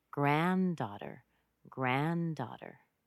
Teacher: Grand plus daughter. So grand is where you have the most stress. Normally when you say the word daughter, if daughter were alone, da part of daughter would be stressed.